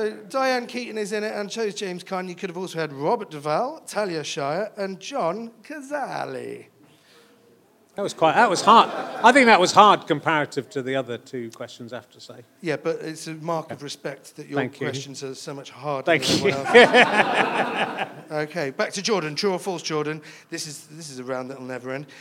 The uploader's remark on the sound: Recorded in front of a live audience.